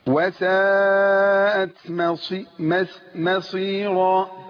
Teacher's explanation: جهنم وساءت مصيرا. المصيرة ولا ما؟ ما مصيرة. يعني ما خدش ناخد الميم جنبها الصاد صاد مفخمه والميم مرققه فروح الصاد ما تاخدش كده الميم تحت بطها وتروح مفخمه المصير